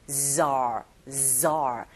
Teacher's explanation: 전치사 뒤에 bizarre 발음하실 때 이 z 여기에 손을 대시면 마치 벌이 날아갈 때 들리는 소리처럼 zar, zar 그냥 우리말의 지읒 자가 아니라 z 여기서 끌어올려주시는 발음이라고 생각하시면 돼요.